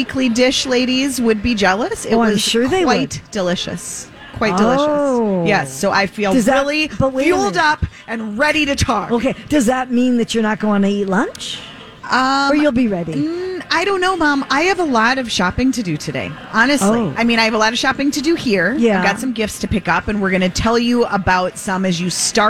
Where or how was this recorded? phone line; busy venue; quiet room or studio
busy venue